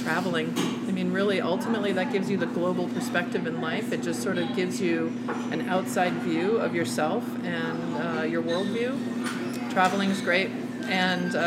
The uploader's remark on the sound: we took a road trip and recorded the episode right at Lucky’s.